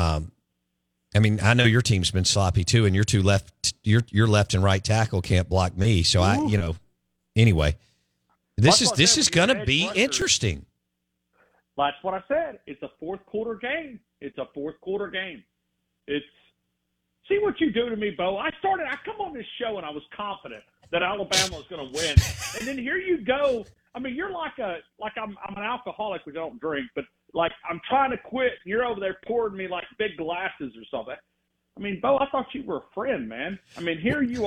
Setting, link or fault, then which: link, phone line